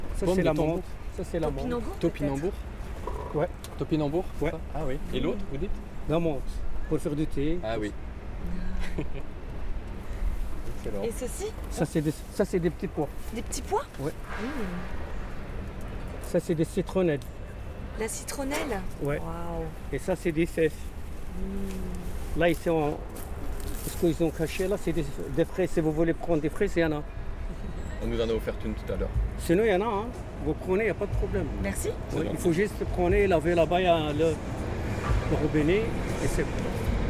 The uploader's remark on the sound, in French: L'équipe promène son micro au Marais Wiels. L'équipe a tendu les oreilles et ouvert les yeux sur la faune sauvage qui nous entoure en ville: escargots, oiseaux, etc.